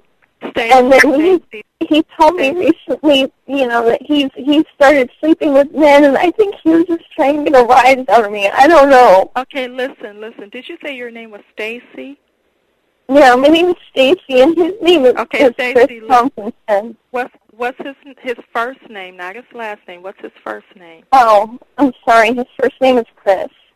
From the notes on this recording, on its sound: Prank Phone Calls